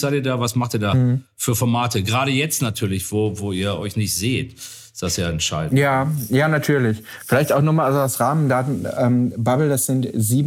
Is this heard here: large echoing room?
no